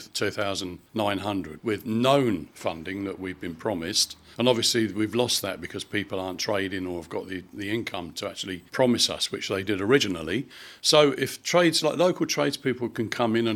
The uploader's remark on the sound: live from Dunstable Men's Shed